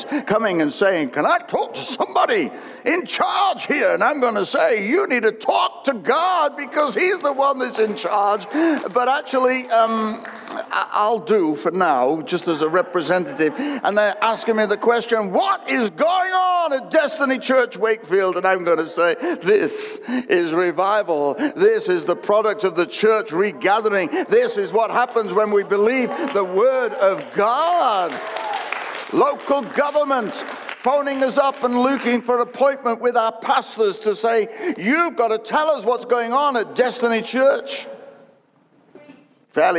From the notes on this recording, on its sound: Recorded at Destiny's 22 Anniversary service.